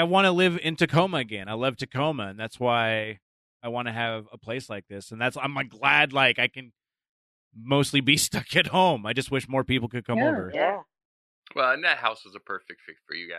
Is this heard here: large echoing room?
no